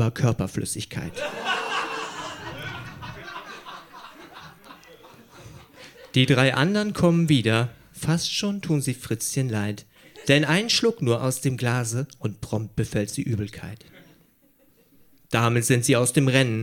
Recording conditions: live audience